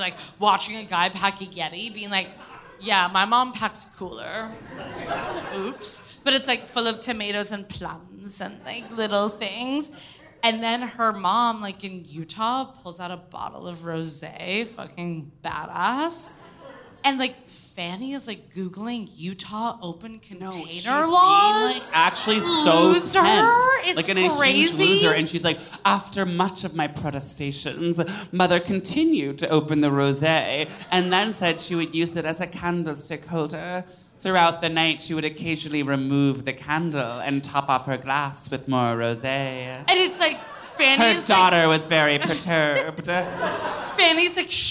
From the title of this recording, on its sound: Live from SF